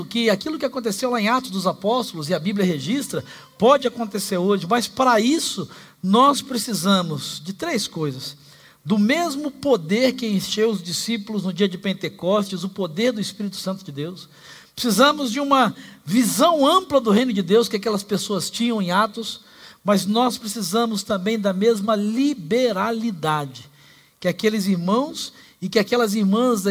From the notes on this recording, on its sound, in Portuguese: Celebração ao vivo